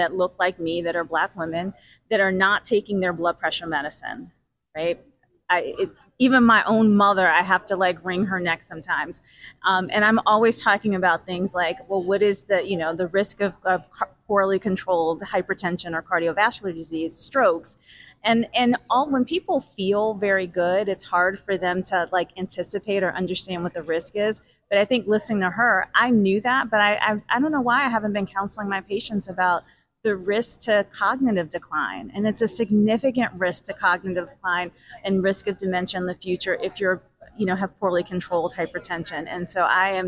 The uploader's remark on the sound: Live From THE MENOPAUSE SOCIETY Annual Meeting.